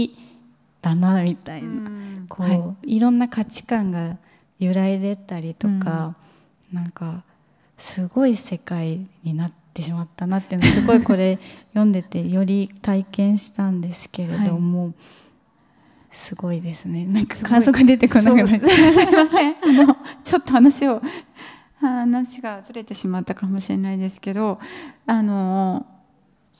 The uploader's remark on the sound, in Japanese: 公開対談。公開収録が行われた６月下旬の東京・青山にあるスパイラルで。